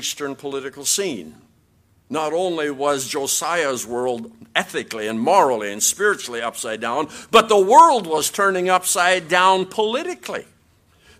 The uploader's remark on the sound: QTC Chapel Service